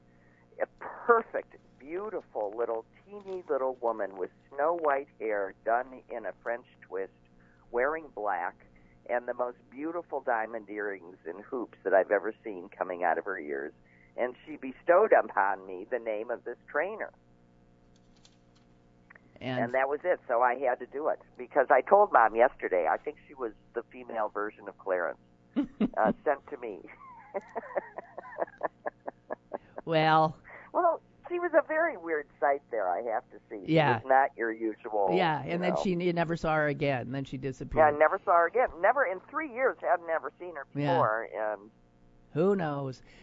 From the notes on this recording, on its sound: only a small phone issue today